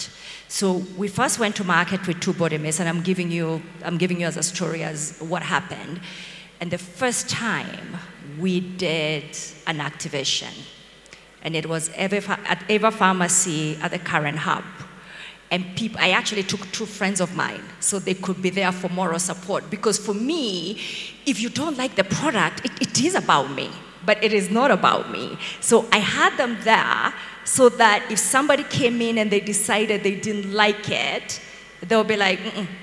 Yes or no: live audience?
yes